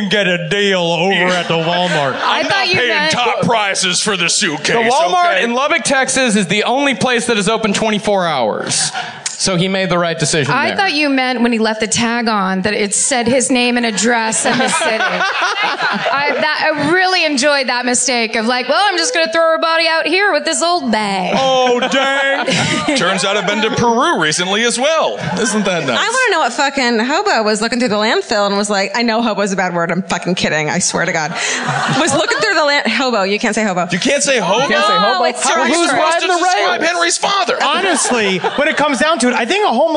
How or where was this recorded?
live audience